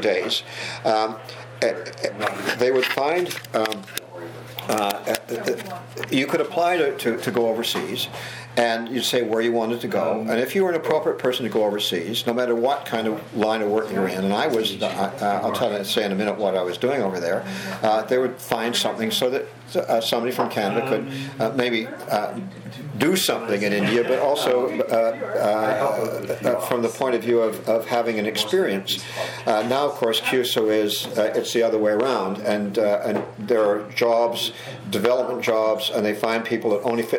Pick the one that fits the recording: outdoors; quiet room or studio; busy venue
busy venue